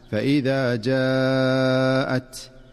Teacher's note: اجتمع حرف المد والهمزة في كلمة واحدة، وهذا ما يسمى بالمد المتصل لاتصال الهمزة مع حرف المد في كلمة واحدة، وله مقدار معروف في القراءة يتلقى من أهل العلم ويمد بمقدار 4 حركات.